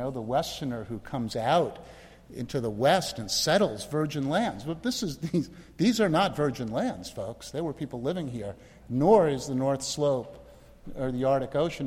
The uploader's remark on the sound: Speaks at University of Washington’s Kane Hall on January 27,2016 as part of the history lecture series “Excavating Seattle’s histories: Peoples, politics, and place.”